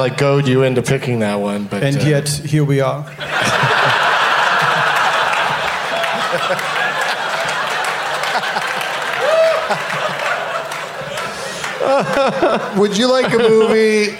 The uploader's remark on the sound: From the Bumbershoot Festival in Seattle